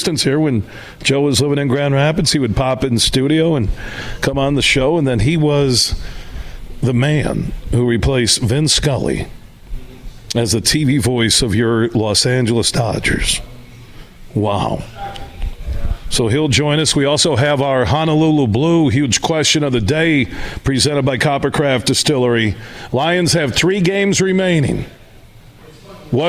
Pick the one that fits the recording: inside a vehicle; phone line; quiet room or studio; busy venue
busy venue